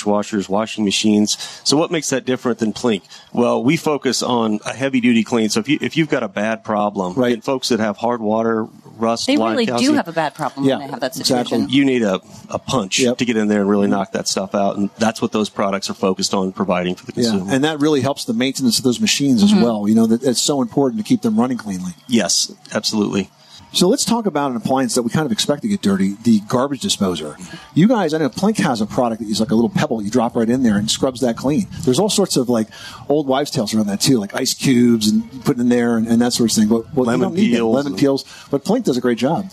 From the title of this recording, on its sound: Live from the 2018 National Hardware Show